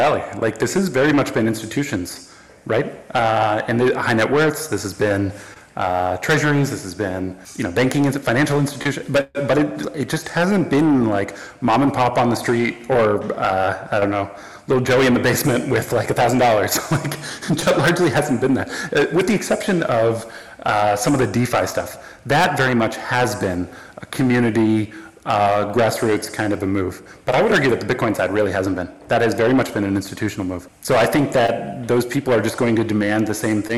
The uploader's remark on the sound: Apologies for the sound quality on this episode, I am currently on the road so don't have access to my usual set up.